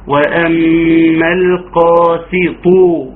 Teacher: وفخم الطاء في القاسي طون عشان ما تطلعش ايه القاسيتون. اما اجي ارقق السين هتقوم الطاء كمان مرققه وتبقى مشكله.